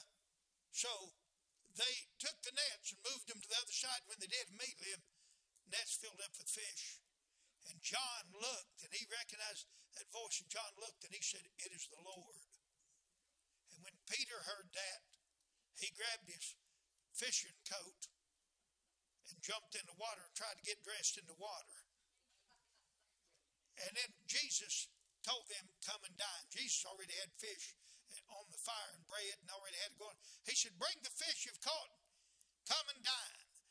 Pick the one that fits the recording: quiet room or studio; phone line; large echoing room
large echoing room